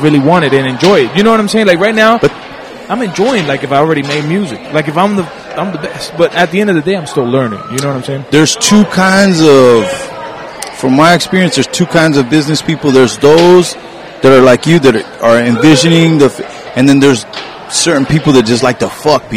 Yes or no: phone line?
no